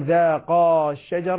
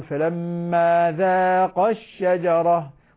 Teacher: الصواب أن أنطقها حركة لأن الألف تحذف حتى لا يلتقي ساكنان · Shown in: second take